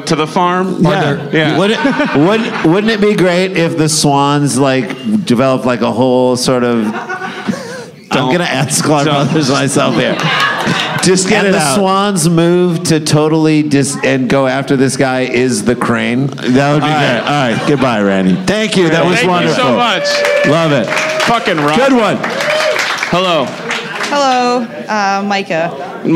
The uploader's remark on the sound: LIVE from Chicago!